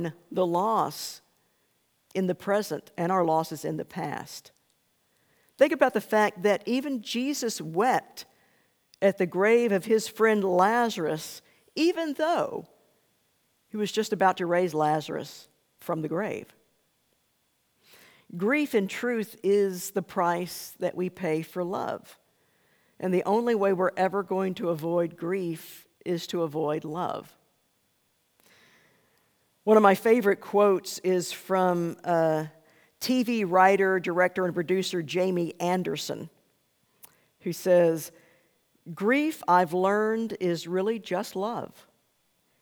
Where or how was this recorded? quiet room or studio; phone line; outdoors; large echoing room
large echoing room